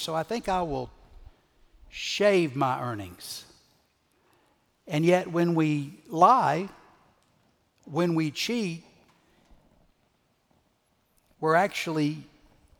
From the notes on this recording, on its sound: Recorded Live at Brookwood Church on 4.2.2023